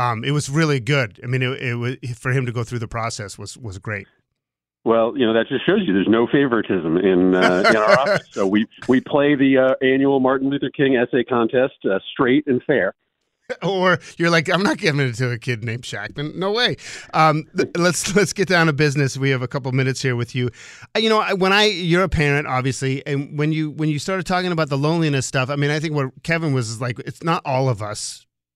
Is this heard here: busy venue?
no